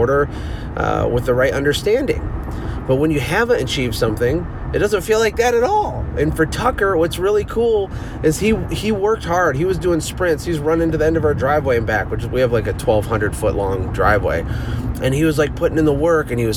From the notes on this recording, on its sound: I’m sitting in my car driving to my son’s field day!